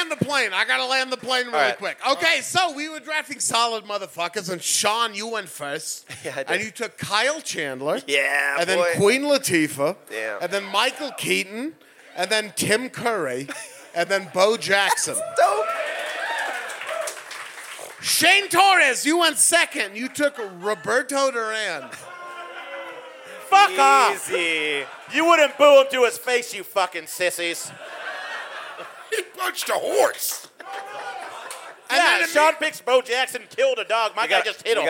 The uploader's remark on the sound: Live at High Plains Comedy Festival in Denver. Live at High Plains Comedy Festival in Denver.